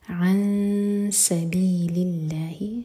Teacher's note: نون کے مخرج کو ٹچ نہیں کریں گے اور سین کے لیے زبان تیار کریں گے · Term: اخفا